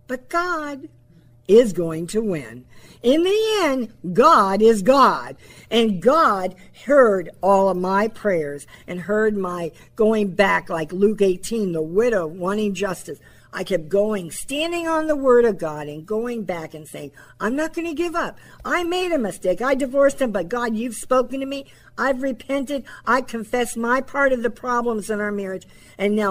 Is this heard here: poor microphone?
no